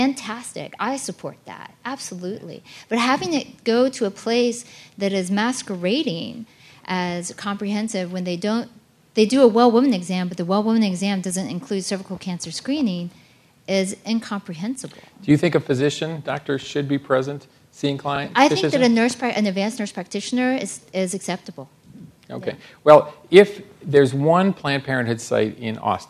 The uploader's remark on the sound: panel at The Texas Tribune Festival